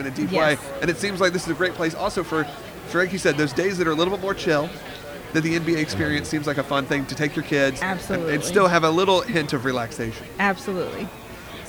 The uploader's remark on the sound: LIVE from the Magic Kingdom. We take you live to the Magic Kingdom for our final week of our promotion with Walt Disney World.